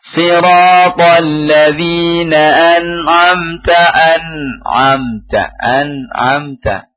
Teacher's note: Sekali lagi tidak boleh qalqalah, juga tidak ada sakta.